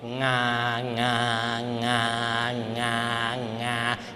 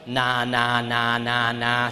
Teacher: Elől nem szabad semmit a nyelven, nem szabad fölemelni a nyelvet, mert az a rendes N volna. · Shown in: first take · Term: veláris hanggal